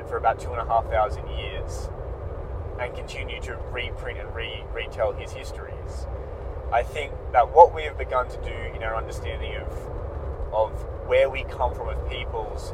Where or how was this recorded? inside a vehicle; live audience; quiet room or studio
inside a vehicle